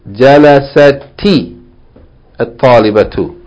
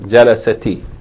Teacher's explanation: The reading of it should be read جَلَسَتِ الطَّالِبَةُ. Yani the sukoon on جَلَسَتْ، last letter ta, the sukoon should be pronounced with kasra.